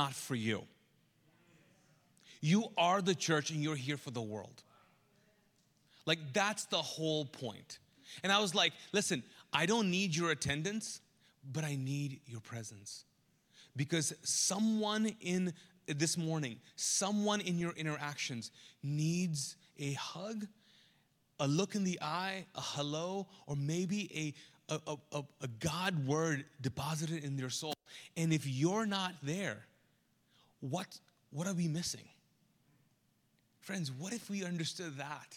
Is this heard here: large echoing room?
yes